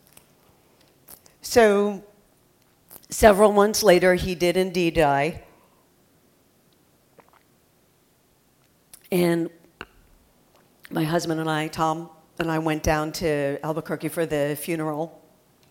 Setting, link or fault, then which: setting, live audience